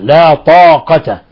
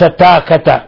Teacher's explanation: تفخيم طاء وتفخيم الألف، لأن الطاء حرف طباق وحرف استعلاء، حرف مفخم من أشد الحروف تفخيما · Shown in: first take · طاء لا طاقة وليس تاكة.